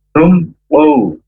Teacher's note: Izhar syafawi itu jelas di bibir, M. Ya, M-nya itu sangat jelas. Tidak boleh tum, tidak boleh tum.